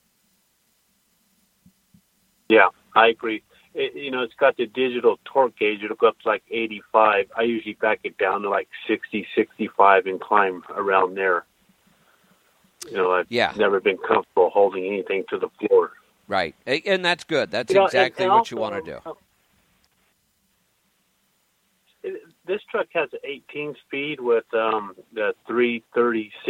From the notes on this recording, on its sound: Call in Question and Answer Show